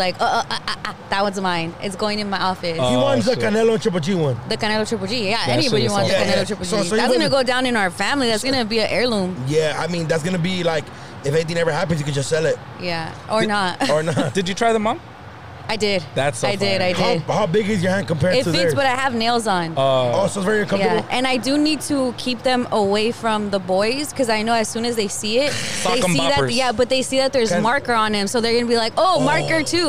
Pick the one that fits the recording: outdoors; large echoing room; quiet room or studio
outdoors